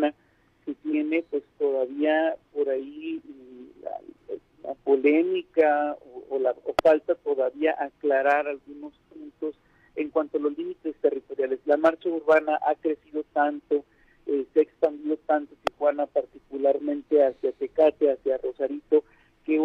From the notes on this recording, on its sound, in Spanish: Entrevistamos vía telefónica.